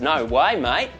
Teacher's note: Going up, and you notice again, going up at the ends.